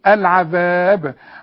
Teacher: والباء إذا وقفنا تقلقل تقول العذاب، بس ده مش وقف، ده وقف تعليمي أو اضطراري.